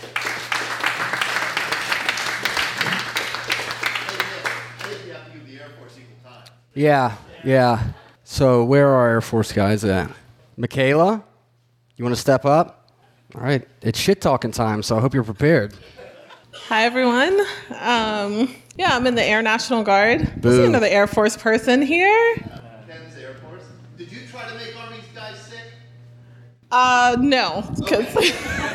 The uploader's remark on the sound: recorded live June 23, 2016 at the Carrick Literary Club in Carrick, Pennsylvania